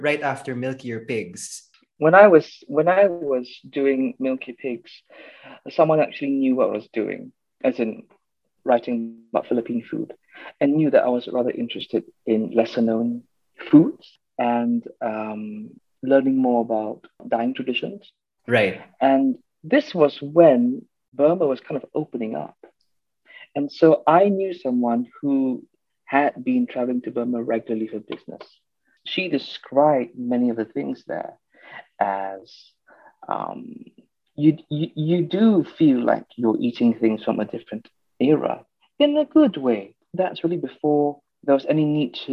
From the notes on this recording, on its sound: over Zoom call